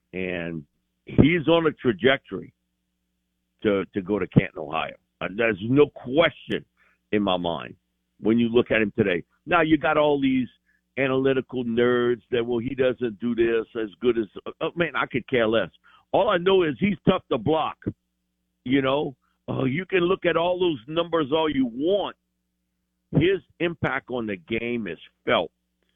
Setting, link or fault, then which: link, phone line